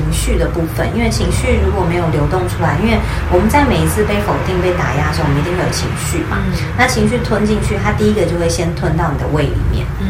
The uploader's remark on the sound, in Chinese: 背景雜音有點多很抱歉，因為錄完發現麥克風根本沒電（笑死）。